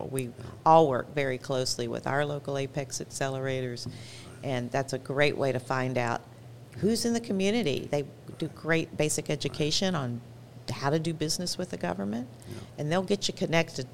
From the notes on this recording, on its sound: We recorded this episode back in August of 2023 at Capital Factory's Fed Supernova